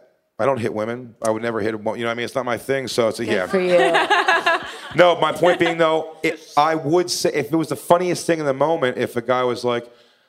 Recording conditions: live audience